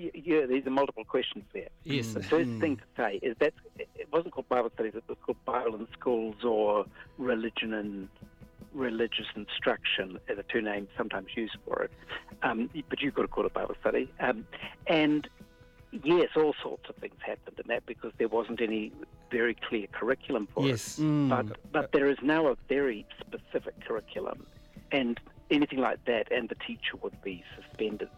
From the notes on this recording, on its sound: chimes in over the telephone